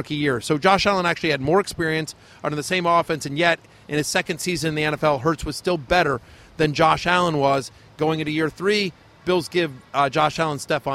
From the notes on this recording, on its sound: Live from SoFi Stadium in Los Angeles